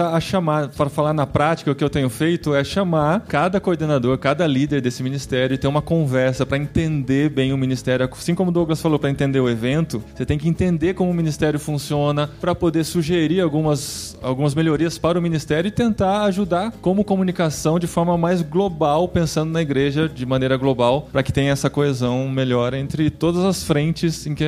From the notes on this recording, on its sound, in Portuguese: Neste programa gravado ao vivo no Impulso 2018.